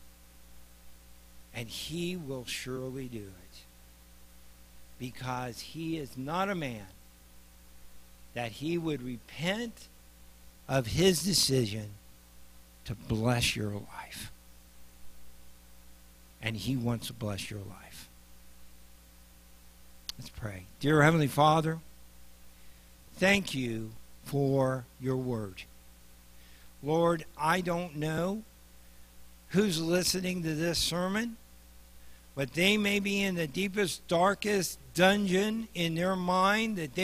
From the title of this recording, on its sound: Mt. Zion Church Live!